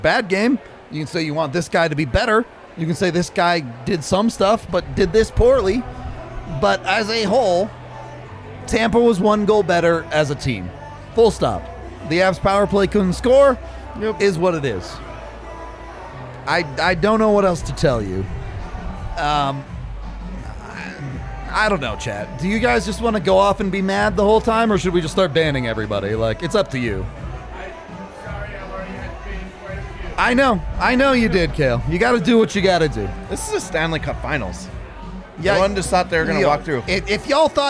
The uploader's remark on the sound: Live from the DNVR Bar.